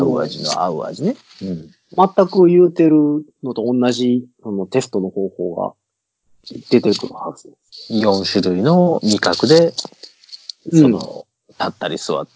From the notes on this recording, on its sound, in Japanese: 久しぶりにSkype収録となっております。音質申し訳ない。